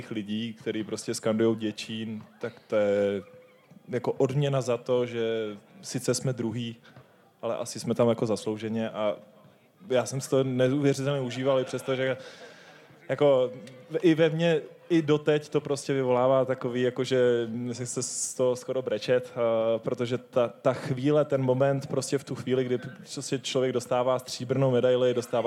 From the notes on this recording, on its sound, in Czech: LIVE epizoda: Streetballhus. Historicky první živou epizodu podcastu Pod košem sledovalo milé a dobře naladěné publikum v České Třebové, kde se v půlce července konal už 26. Ročník legendárního streetového turnaje Streetballhus.